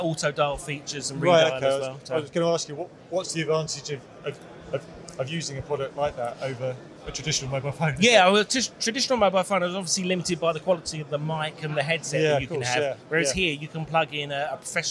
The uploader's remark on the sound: At KitPlus Show Manchester 2023. KitPlus Show is a regional one day show with exhibitors, workshops, training and seminar sessions.